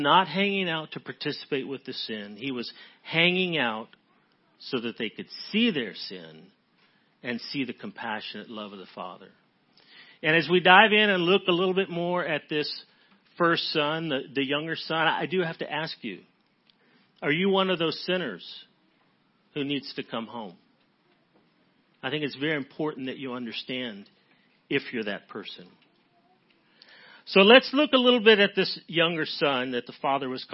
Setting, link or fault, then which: setting, large echoing room